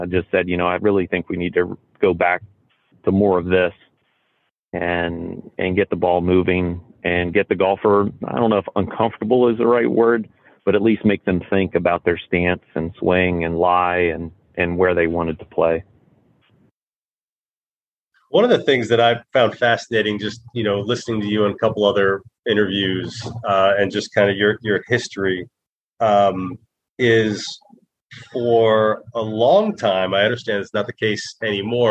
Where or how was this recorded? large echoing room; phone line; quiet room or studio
phone line